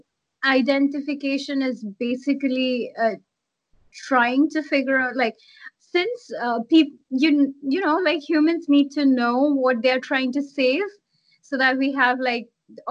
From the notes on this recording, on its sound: skype calls on this channel